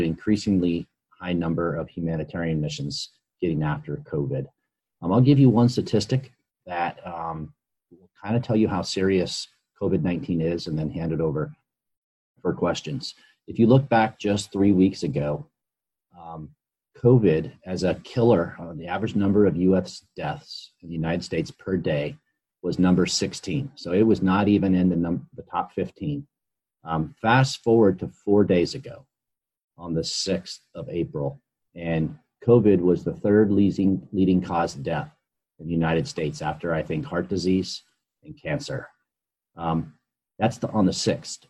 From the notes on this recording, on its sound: COVID-19 Zoom Meeting. 436th Airlift Wing command chief, hosted a Zoom meeting with members of Team Dover.